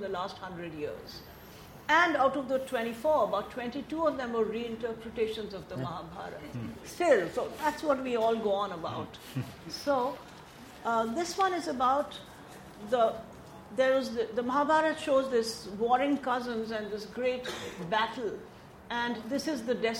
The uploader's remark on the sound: This episode is a live session from #ZEEJLFatBL2019.